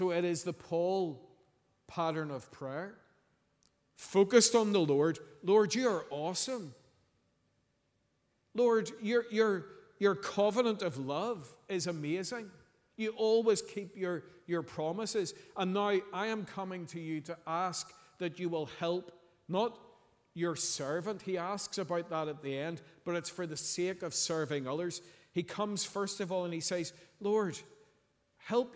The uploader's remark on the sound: Sunday 26th November 2023 evening service